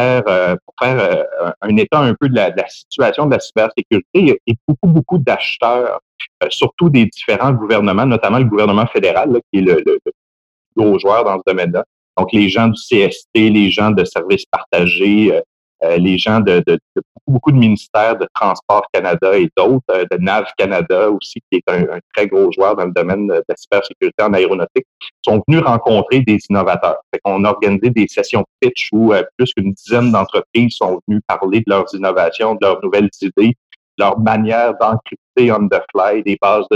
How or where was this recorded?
video call